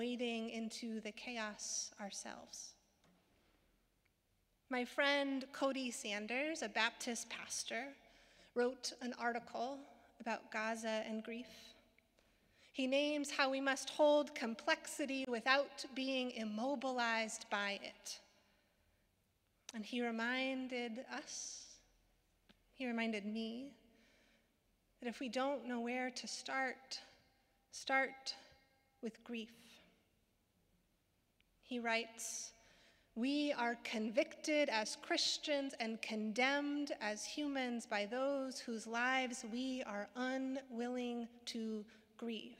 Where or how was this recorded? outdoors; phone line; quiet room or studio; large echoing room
large echoing room